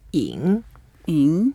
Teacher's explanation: It's a third tone. So we go down first and then up.